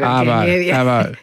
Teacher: That's the lack of R in Arvo.